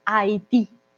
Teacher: Haití para nosotros Haití, esta pronunciación no existe, a pesar de que está la H, no la pronunciamos · Term: la H muda